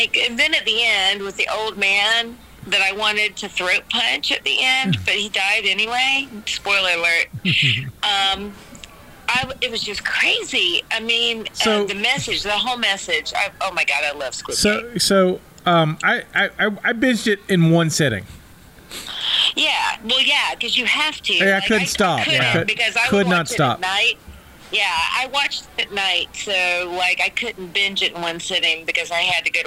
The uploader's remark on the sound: joins in via phone